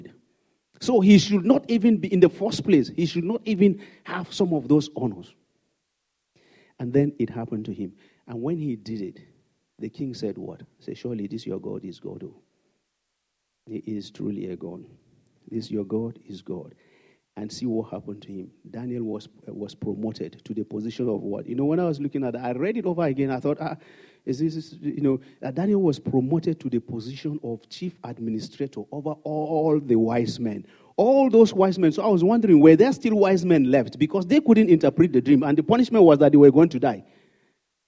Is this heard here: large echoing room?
yes